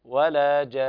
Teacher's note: الوجه الاول ان نقف عليها بالسكون المجرد كما قراتها قبل قليل هكذا ولا جان، ونقف على النون بالغنة لأن الغنة ملازمة لحرف النون لا تنفك عنه بحال